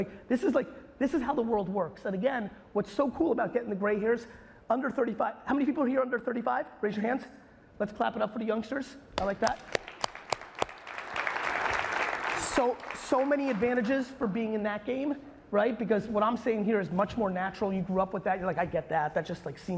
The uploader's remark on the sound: a recent keynote I gave in Naples, Florida at Hall of Aime